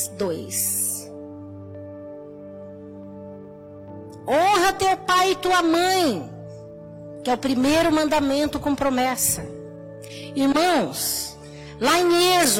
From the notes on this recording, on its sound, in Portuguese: Áudio da mensagem ministrada no culto da Rede de Mulheres. Na Igreja Cristo Salva Campinas.